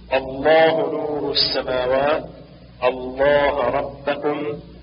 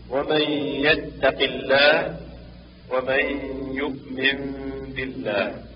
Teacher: يفخم اللام في لفظ الجلالة الذي لم يسبقه كسر · Shown in: first take · أي إذا كان مبتدأ به أو سبق بفتح أو سبق بضم مثل الله نور السماوات الله ربكم الله الذي له ما في السماوات. · Term: تفخيم اللام